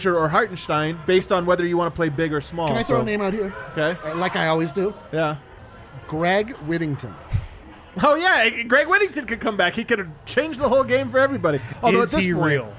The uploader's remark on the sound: Live from the Winner's Lounge.